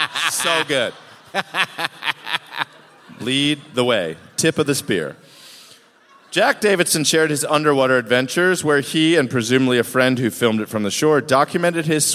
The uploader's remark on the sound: live from the Aladdin Theater in Portland